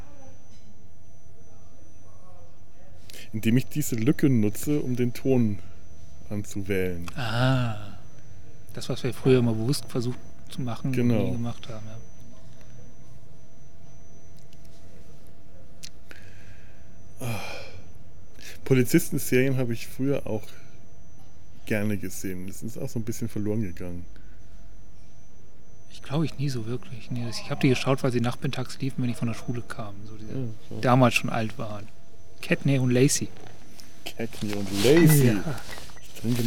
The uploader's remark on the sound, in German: Uns zumindest draußen im Freien persönlich zu treffen, so richtig mit Nebengeräuschen und allem. Kommentieren das (akustische) Leben im Hinterhof.